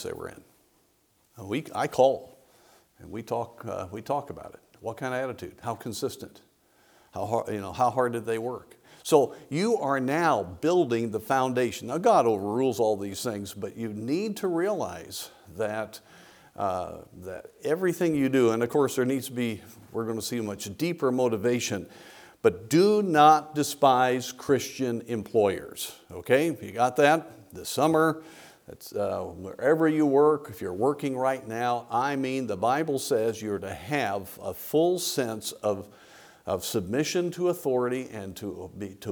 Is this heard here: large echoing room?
yes